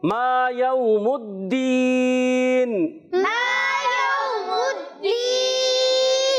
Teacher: صرف حرف مدہ ہونے کی وجہ سے اس کو ایک الف کھینچنا ہے، مد نہیں کرنا